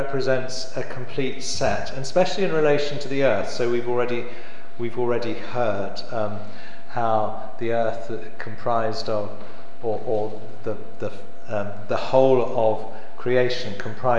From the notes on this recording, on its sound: The annual Friends of St James lecture from September 2014